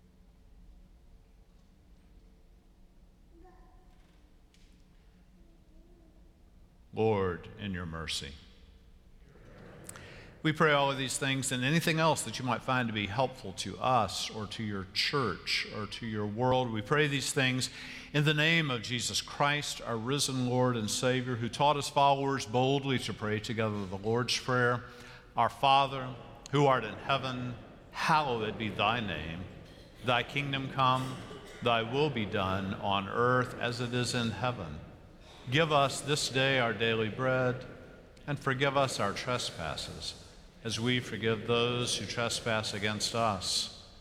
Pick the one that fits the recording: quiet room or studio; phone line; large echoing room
large echoing room